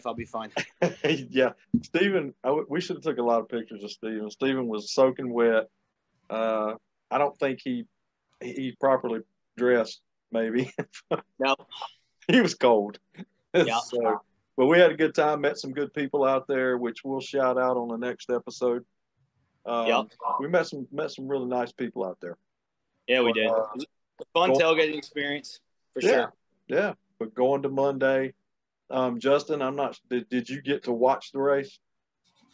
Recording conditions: video call